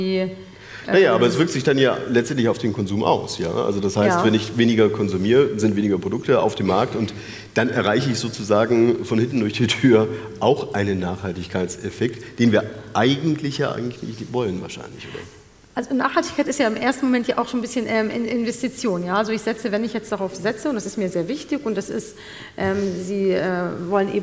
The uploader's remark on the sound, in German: In dieser Sondersendung live vom Bodensee Business Forum in Friedrichshafen